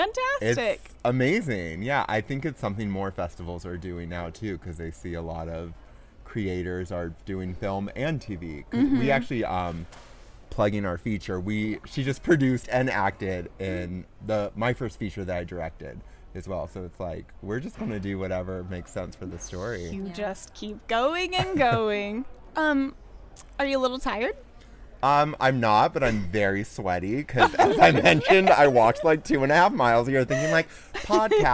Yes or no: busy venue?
yes